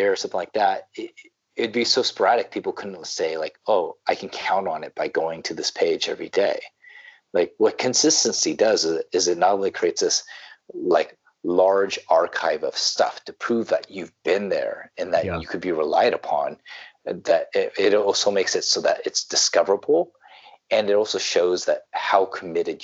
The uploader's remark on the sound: We chatted via Skype